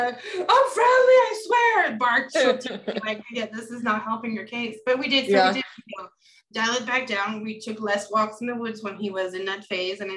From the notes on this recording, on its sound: Recorded Webinar